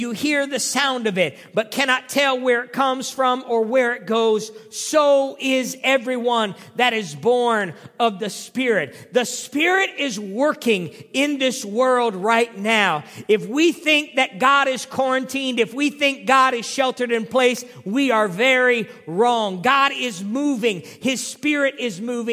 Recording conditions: large echoing room